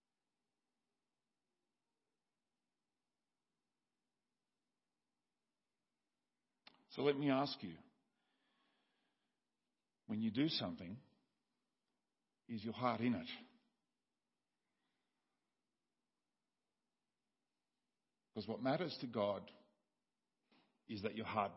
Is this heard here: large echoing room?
yes